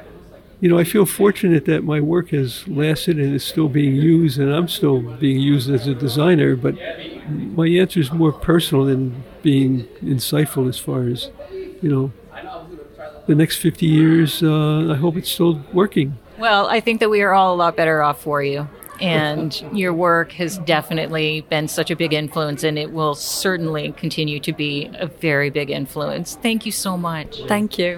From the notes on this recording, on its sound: Live from the 2023 SEGD Conference. Live from SEGD’s 50th Anniversary Conference in Washington, DC.